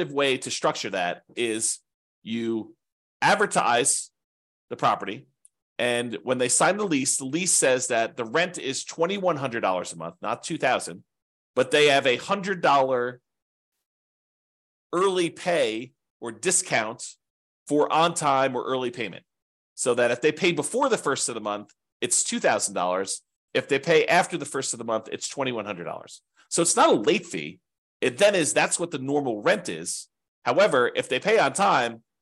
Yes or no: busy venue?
no